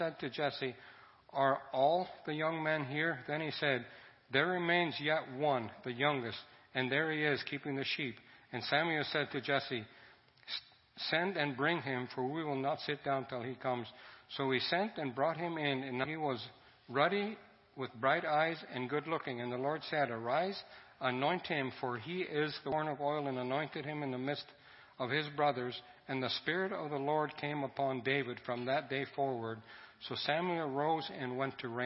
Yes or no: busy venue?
no